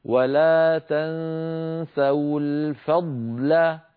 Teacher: فيها ضاد ساكنة بعدها لام نبين الضاد هكذا ولا تنسوا الفضل فننطق ضاد ساكنة يتلوها لام لا تأثر لأحدهما بالآخر